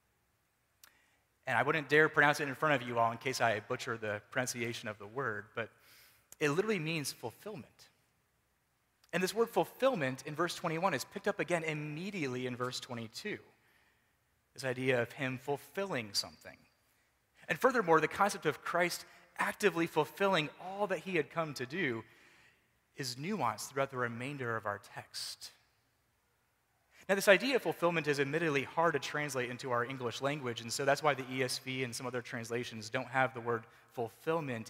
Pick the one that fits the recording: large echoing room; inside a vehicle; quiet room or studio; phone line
large echoing room